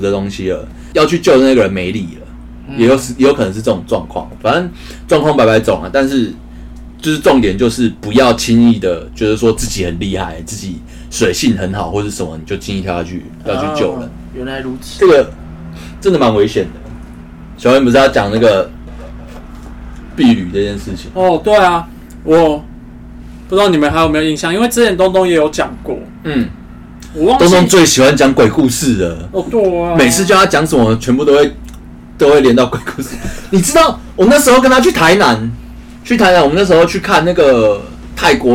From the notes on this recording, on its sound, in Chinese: 這集因為設備問題音質有點差